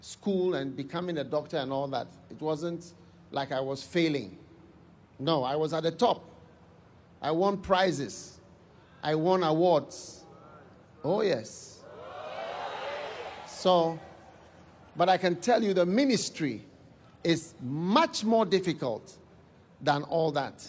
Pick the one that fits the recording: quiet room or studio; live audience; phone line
live audience